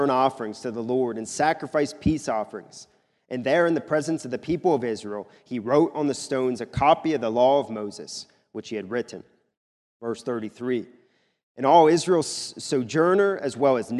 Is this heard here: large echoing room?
yes